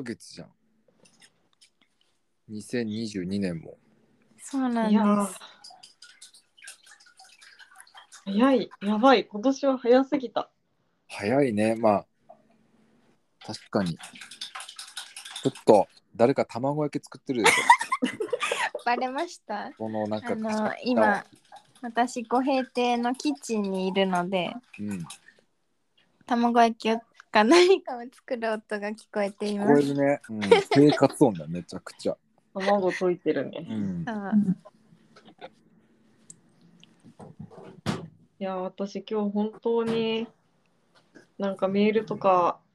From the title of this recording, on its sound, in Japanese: 今日は久しぶりに遠隔収録